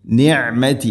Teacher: തൊണ്ടയുടെ മധ്യഭാഗമാണ് ഐനിൻ്റെ മഖ്റജ്. അതുപോലെ തന്നെ നിഅമതി യ കൃത്യമായിട്ട് ഉച്ചരിക്കണം. · Term: ഐൻ